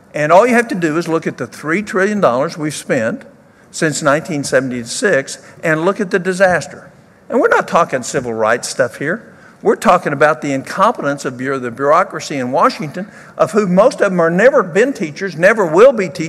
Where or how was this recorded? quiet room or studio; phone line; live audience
live audience